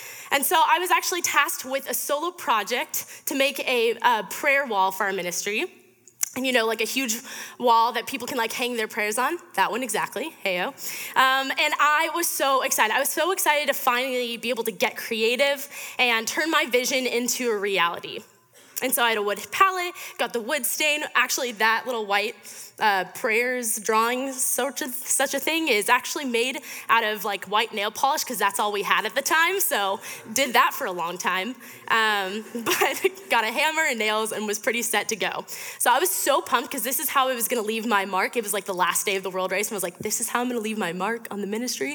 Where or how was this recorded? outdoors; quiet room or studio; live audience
live audience